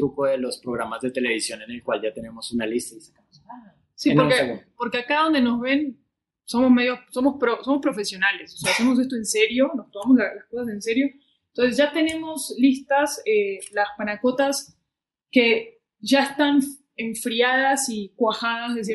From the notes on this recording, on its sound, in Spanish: Nos presentamos en vivo en Podcastinación! En la que el audio nos traicionó.